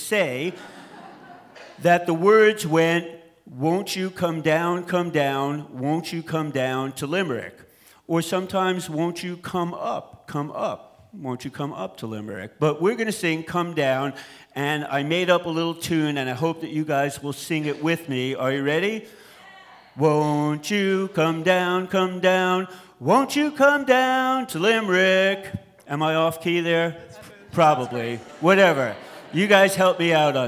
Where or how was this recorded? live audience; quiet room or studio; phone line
live audience